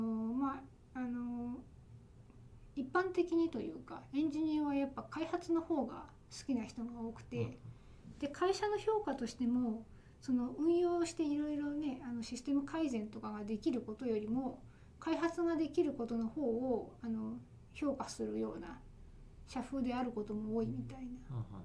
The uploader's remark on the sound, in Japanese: 貸し会議室で収録したため、隣の部屋のノイズが入っています。